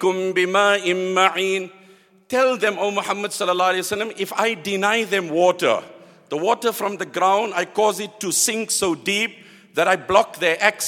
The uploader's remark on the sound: at the Houghton Masjid (West Street)